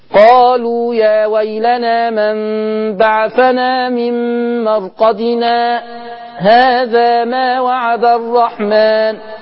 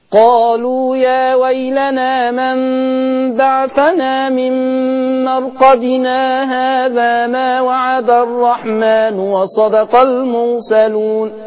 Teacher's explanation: سكته فصلت مرقدنا عن هذا · Shown in: first take · Term: السكت